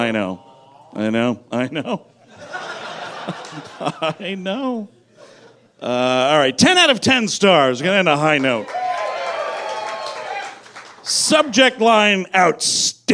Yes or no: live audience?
yes